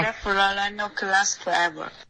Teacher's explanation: For all I know 的这个 I know 两个双元音都要滑动，你现在弱化了